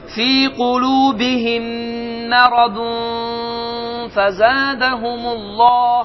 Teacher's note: Artıq n səsini tutdum, burunda tutdum və buruna ifadə etdim.